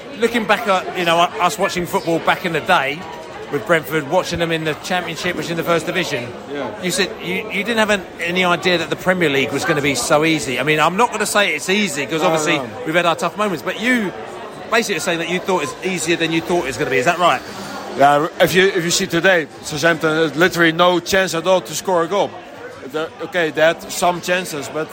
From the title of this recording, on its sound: post-match podcast from the pub